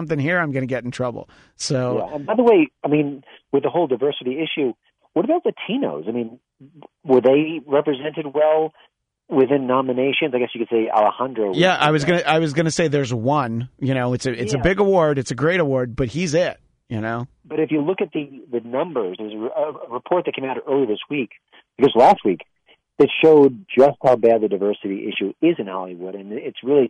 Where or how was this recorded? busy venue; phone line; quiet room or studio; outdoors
phone line